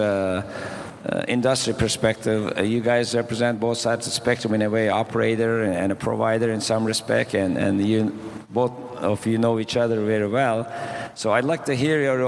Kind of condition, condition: setting, busy venue